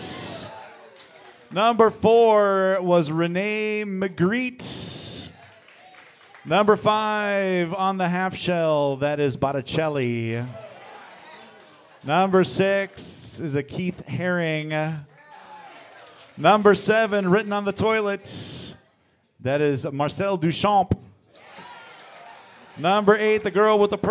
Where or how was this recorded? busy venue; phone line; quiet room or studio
busy venue